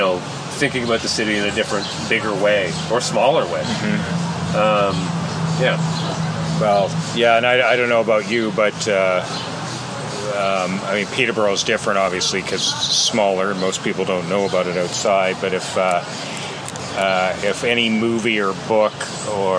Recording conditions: sounds in the background